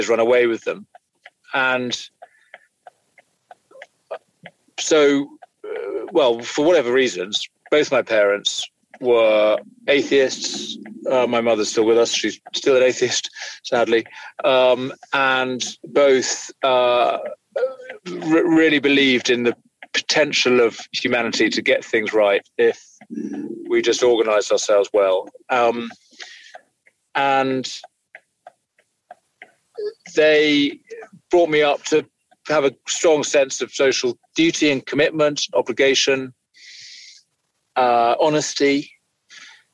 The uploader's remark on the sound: you may hear a faint ticking noise from his indicator.